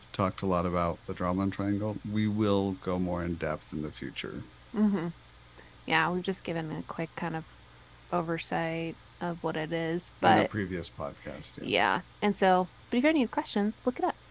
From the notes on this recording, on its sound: We apologize for the background noise!